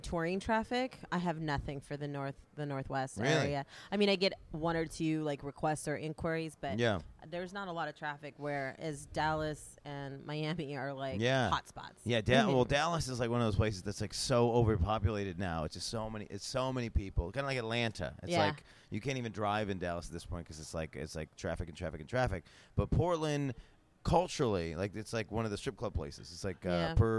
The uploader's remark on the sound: talk during Exxxotica in New Jersey